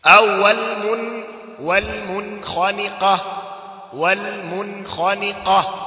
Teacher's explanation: nimeidhihirisha tu nuni, nimeenda kwenye makhraji yake nikaitamka basi, sikutia ghunna isipokuwa ile asli mun, mun ile ghunna asli. · Term: idhhar